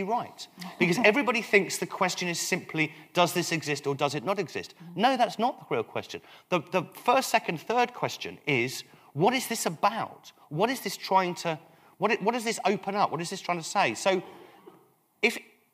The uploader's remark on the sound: Recorded on Monday 14 October, 2013 at Kings Place, 90 York Way, London N1 9AG.